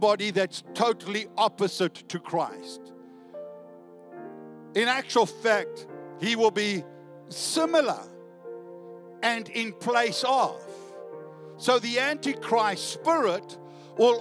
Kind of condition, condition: setting, large echoing room